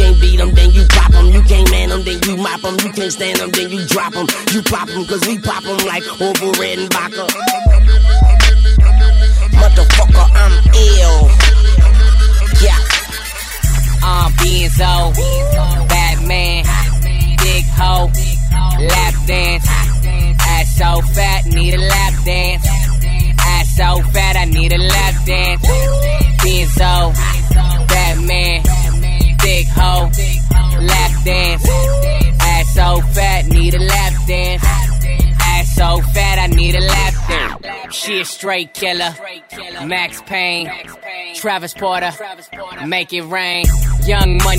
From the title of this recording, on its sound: Live In Da Mix - One Night at La Viva Bremen